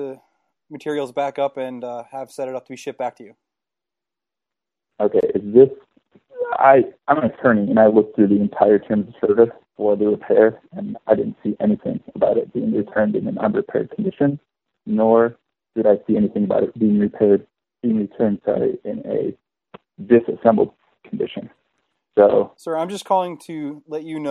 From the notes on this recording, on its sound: Prank Phone Calls